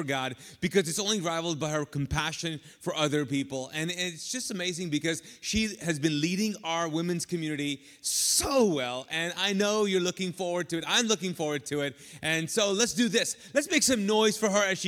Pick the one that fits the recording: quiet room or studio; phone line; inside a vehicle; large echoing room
large echoing room